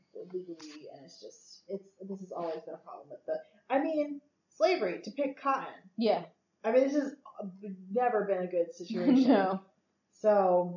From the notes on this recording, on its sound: Excuse the audio this week. We're working on getting a better program for recording while we're together.